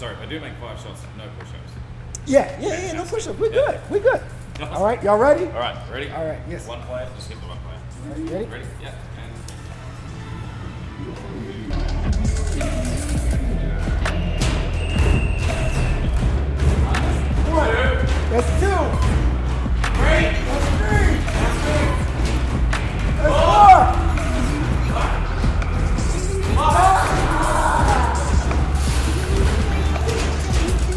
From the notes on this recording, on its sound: Is shot on location at Lamplighter Bar in Gastown, Downtown Vancouver.